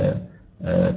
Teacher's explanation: عزيز هنا التنوين مخفي، هو نون ساكن، التنوين حرف يعني. عزيز جاي مخفي عند الذال، وذو انتقام النون مخفي عند التاء. ولما نقول عند التاء يعني بننقل مخرج النون في حالتنا الراهنة عند قريبة من التاء أو عند التاء، وبنخرج وبننقل في حالة عزيز عند الذال، وبالتالي يختلف صوت الإخفاء صداه في السمع في حالة الزين عن حالة الذال.